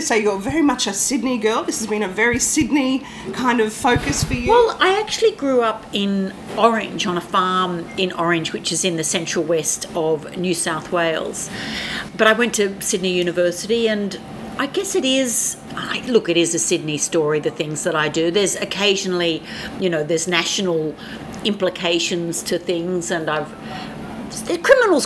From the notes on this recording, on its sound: We did this interview at a cafe in Paddington, Sydney just as Coronavirus was starting to change the face of the city.